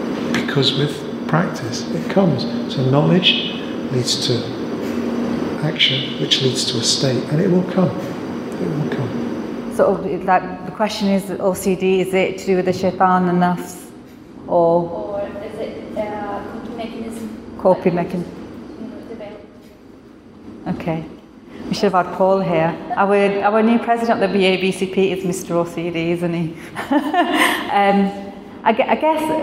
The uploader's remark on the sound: This episode is a recording of an event held in Glasgow, Scotland in July 2018